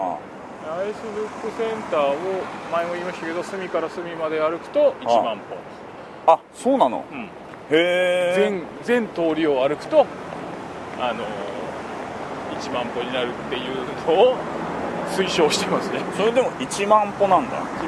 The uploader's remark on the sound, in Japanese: 新橋～銀座～東京駅と歩きながら収録を行いました。